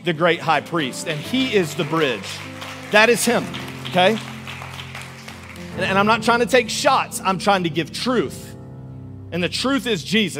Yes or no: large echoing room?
yes